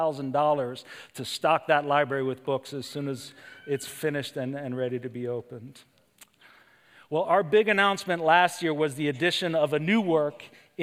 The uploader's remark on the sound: Preached this sermon at Covenant Fellowship Church on September 17, 2023.